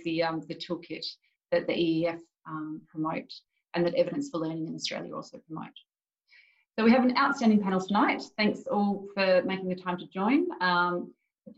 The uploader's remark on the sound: Webinar recording